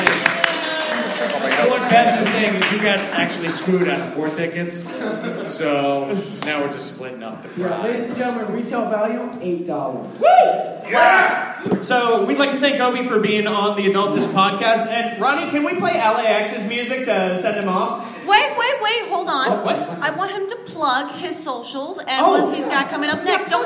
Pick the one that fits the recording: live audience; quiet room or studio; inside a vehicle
live audience